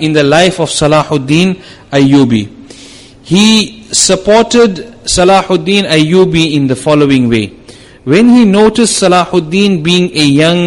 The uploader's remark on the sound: Jumuah lecture